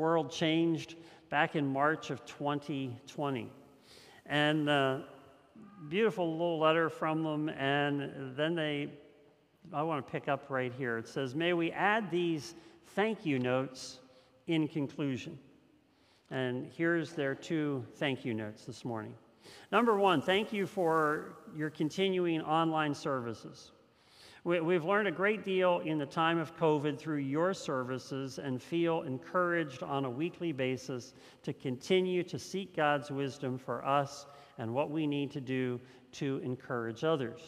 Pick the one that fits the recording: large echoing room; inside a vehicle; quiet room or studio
large echoing room